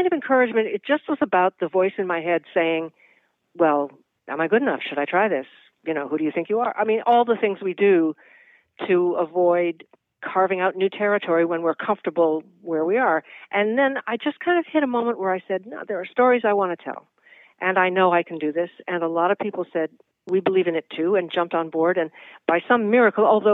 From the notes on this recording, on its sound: hop on the phone